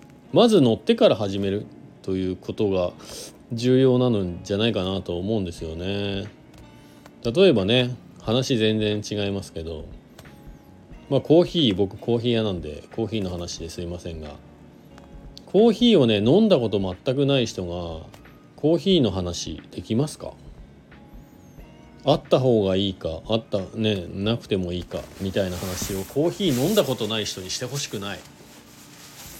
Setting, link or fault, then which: setting, inside a vehicle